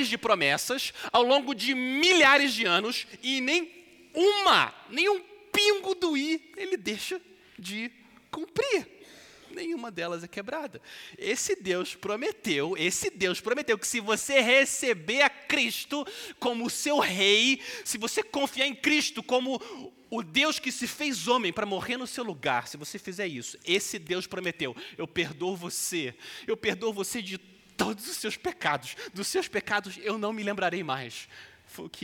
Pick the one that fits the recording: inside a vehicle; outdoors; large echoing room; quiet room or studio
large echoing room